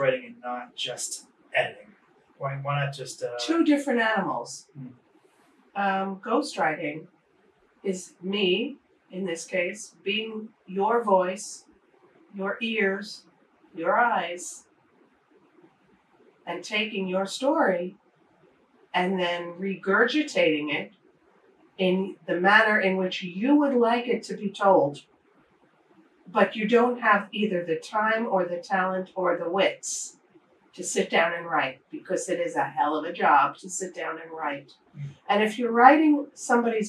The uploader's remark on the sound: Please bear with us as we had to rely on camera audio due to technical issues.